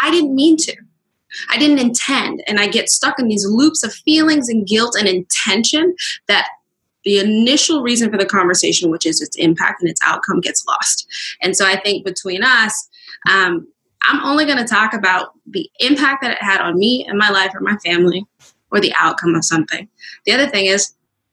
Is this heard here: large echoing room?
no